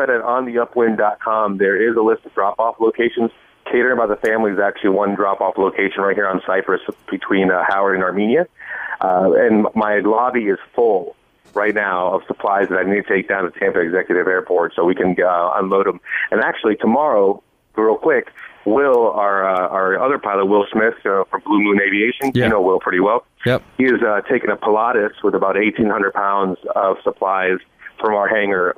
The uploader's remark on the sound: We also had call ins. Joins us on the phone lines.